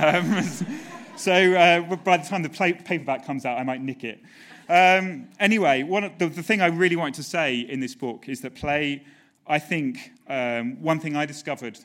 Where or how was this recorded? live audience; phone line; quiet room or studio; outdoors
live audience